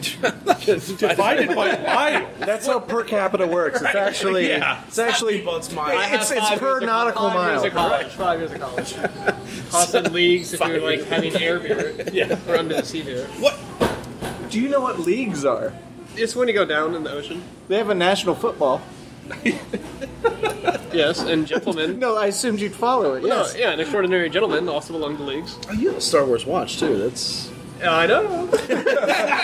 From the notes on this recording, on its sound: Live from Brixx.